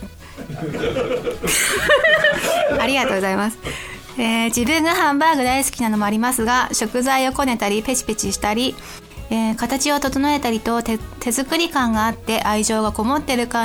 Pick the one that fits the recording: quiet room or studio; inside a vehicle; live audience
live audience